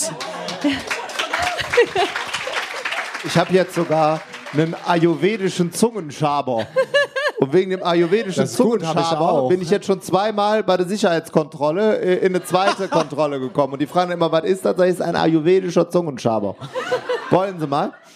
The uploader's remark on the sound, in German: Das sind die beliebtesten Interview Gäste der LIFE HACKZ Show zusammen in einem Panel. Im Rahmen der DNX 2017 haben wir das erste All Stars Panel mit. Aufgenommen zusammen mit 250 Leuten im Publikum. Fragen aus dem Publikum.